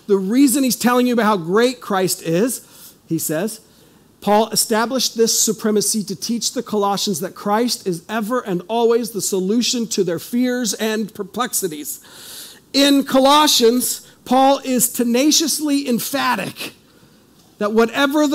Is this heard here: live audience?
yes